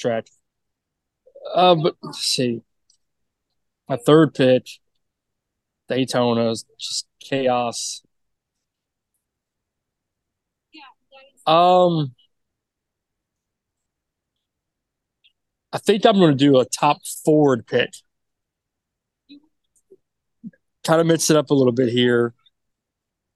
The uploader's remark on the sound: Two of us were in remote locations and this was recorded using a hot spot from the worlds fastest parking lot